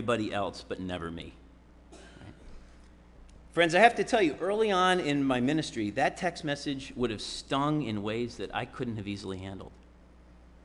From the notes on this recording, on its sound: Sermon preached at RCHP on July 31, 2022.